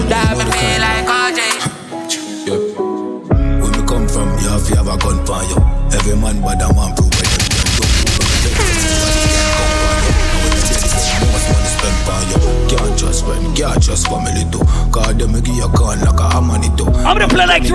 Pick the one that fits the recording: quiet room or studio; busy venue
busy venue